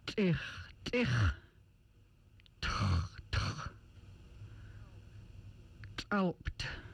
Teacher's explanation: The hard T sound is made with the tongue touching the back of the teeth, stopping the air briefly, then releasing it, and done with the throat tensed and vocal cords closed. The T sound made with a catch in the throat.